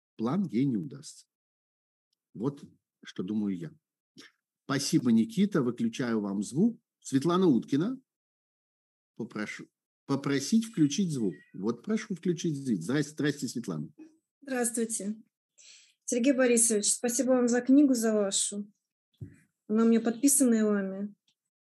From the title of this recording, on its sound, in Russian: Zoom-разговор со зрителями в прямом эфире